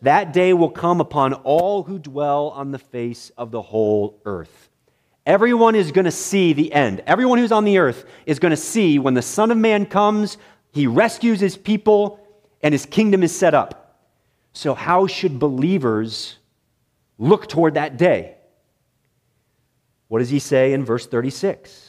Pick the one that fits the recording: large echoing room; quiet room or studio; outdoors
large echoing room